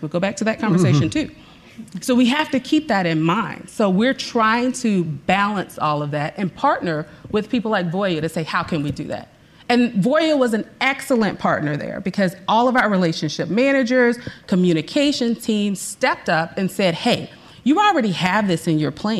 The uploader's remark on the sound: During this live event that was hosted at our Chandler office in front of a room full of Voya employees.